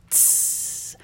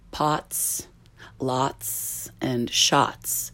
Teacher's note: The hot Z, as I've nicknamed it, is pronounced tss, like the sound of a drop of water hitting a hot surface. You hear it in English in words like pots, lots, and shots.